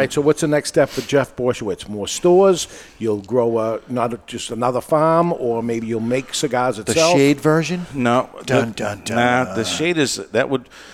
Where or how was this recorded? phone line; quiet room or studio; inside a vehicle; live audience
live audience